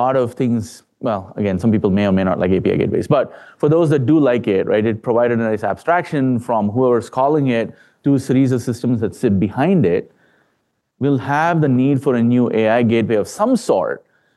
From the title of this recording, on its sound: A Special NYC Tech Week Live Event.